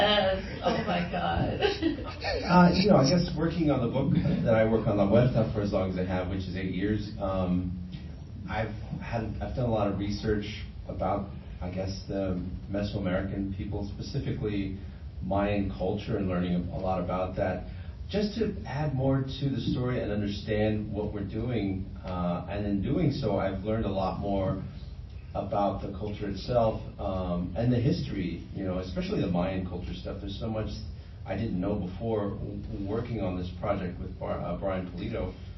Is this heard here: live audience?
yes